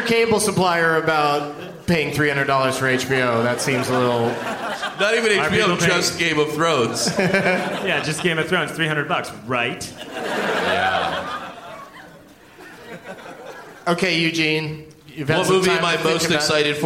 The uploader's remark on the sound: Live from the Gramercy Theatre in New York